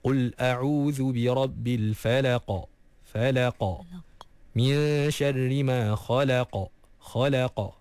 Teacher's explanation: Jadi qaf ni kat mana? Dia dekat bahagian pangkal lidah yang paling paling dalam. Eh, lidah, mm-hmm, yang paling belakang sekali. · Term: huruf qaf